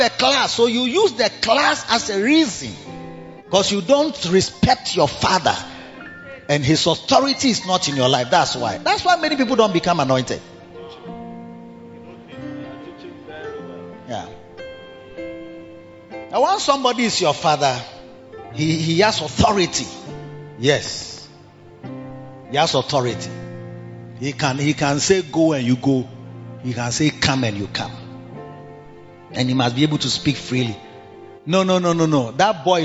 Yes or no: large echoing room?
yes